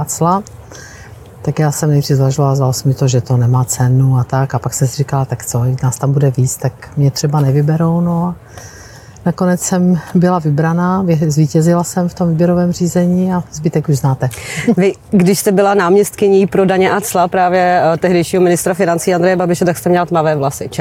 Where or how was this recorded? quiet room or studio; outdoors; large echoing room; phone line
outdoors